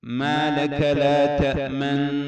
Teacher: نضم الشفتين، أي نريد أن نقول تأمننا ولا نقولها · Term: إشمام